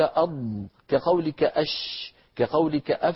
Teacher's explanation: فقولك أض كقولك أش كقولك أف من حيث الرخاوة